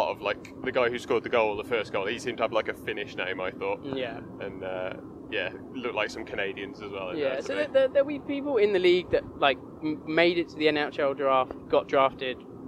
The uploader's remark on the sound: This week we're out and about! Invited us to join him for a Coventry Blaze ice hockey match, so we grilled him in the car ride home and got all the juicy goss.